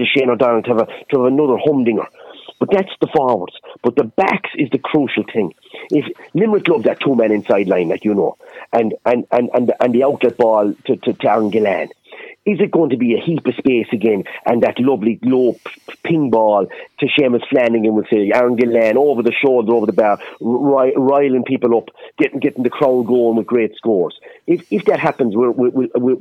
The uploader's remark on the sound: joins in the conversation on the phone